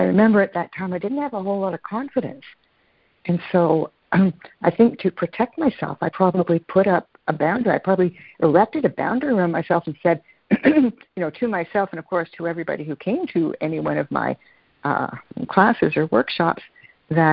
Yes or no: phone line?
yes